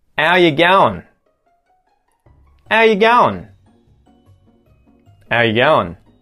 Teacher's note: if we want to sound really broad in terms of our pronunciation, we can remove the H from the front of the word how